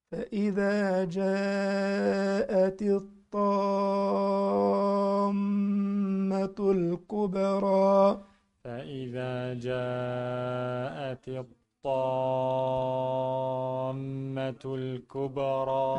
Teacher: الطامة دي 6 حركات لأنه مد لازم وبعديها يجي ميم مشددة 2 حركات لازم الغنة. فأقول فإذا جاءت الطام، في ميم هنا لازم أقف عليها حركتين، ما طنشهاش ما جريش عليه، لازم أقف معاها ميم مشددة.